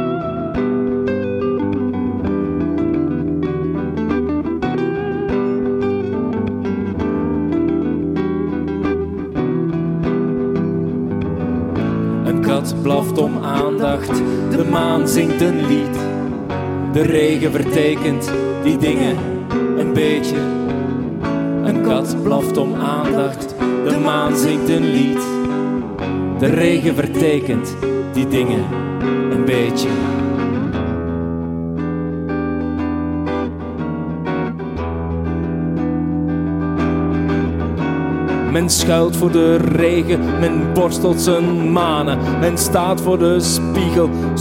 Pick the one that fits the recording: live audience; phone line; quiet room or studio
live audience